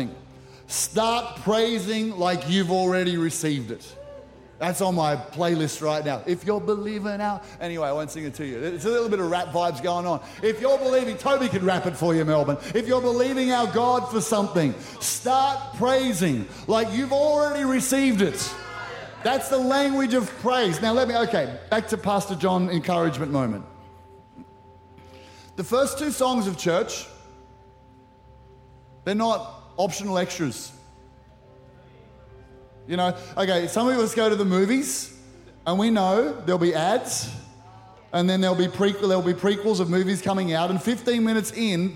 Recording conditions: large echoing room